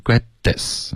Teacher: 跟 this 这个应该要咬舌尖